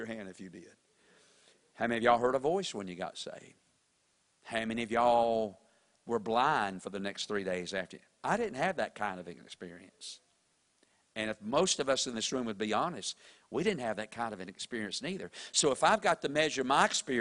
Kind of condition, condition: setting, large echoing room